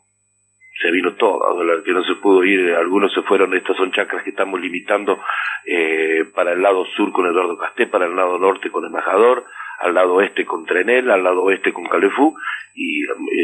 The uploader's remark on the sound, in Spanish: entrevista telefónica